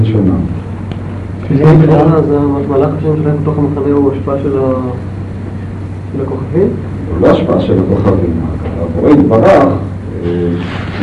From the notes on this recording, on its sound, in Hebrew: ההקלטה באיכות נמוכה